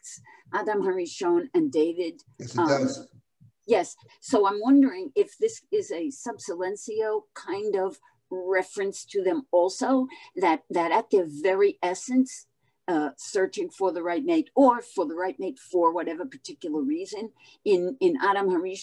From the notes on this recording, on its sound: This audio was originally captured from Zoom